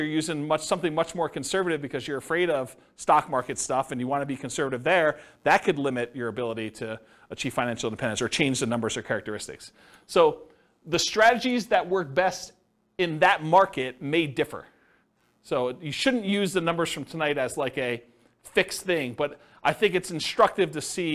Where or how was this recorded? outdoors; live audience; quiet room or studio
live audience